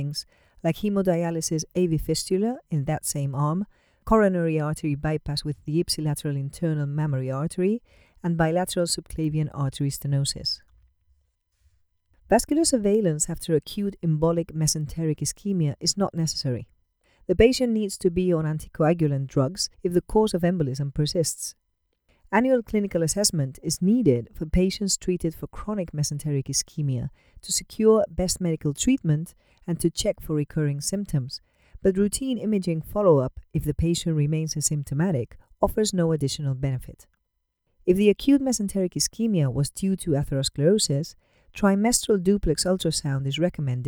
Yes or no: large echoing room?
no